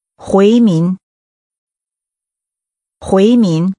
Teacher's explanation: Pronounced with two rising tones.